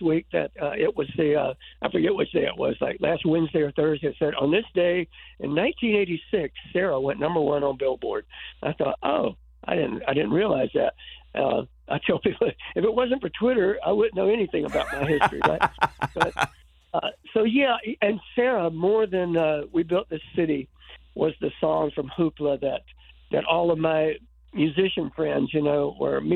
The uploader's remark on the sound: called